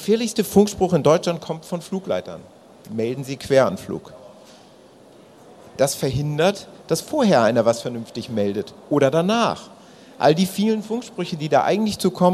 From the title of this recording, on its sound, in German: Podiumsdiskussion auf der AERO 2019